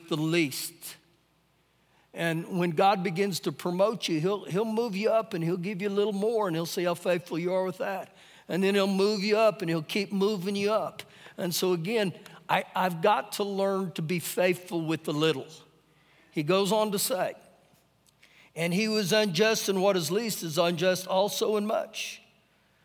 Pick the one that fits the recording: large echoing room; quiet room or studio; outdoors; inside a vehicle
large echoing room